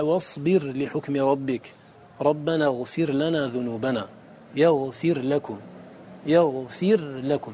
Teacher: فأنت تظهر الراء وتبينها ولا تدغمها